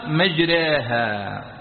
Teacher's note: لكنه أمالها فنحى بالألف نحو الياء · Term: الإمالة